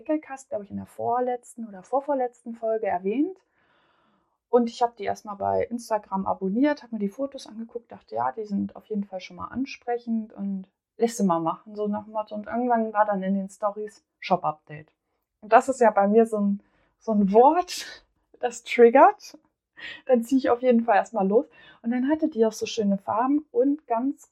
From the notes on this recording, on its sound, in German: Ich arbeite noch stark an der Tonqualität und hoffe, dass es von Mal zu Mal besser wird.